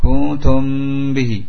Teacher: mim sukun datang setelahnya ba, sehingga ditahan · Term: ikhfa syafawi